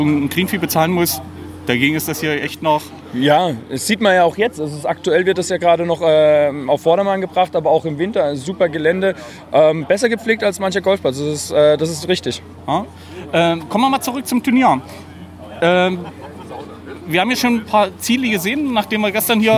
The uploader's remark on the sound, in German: Und Livegäste vor Ort im Freibad Walldorf. April im Freibadgelände der Stadt Walldorf. Wie gewohnt sind dabei Außenaufnahmen und am Ende noch eine Onlinsitzung.